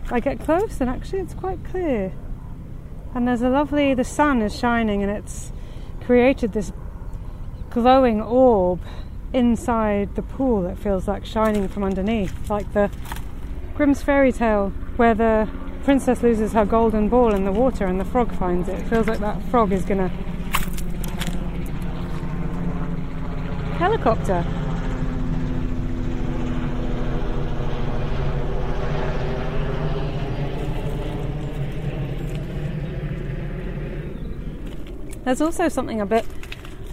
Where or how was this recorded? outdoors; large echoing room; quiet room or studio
outdoors